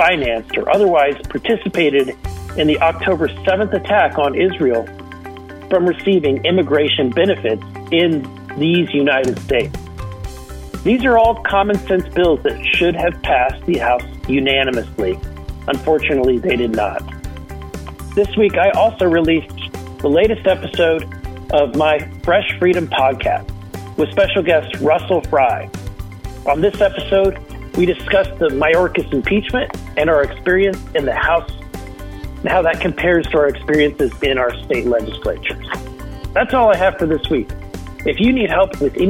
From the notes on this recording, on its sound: called in from Washington DC